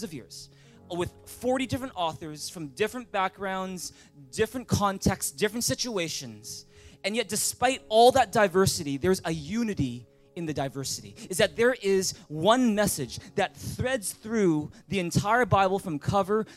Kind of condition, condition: setting, large echoing room